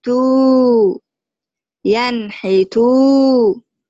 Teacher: تاء ضم واو مد طبيعي حركتان